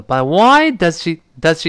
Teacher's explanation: Does，我们听的时候呢，就特别轻了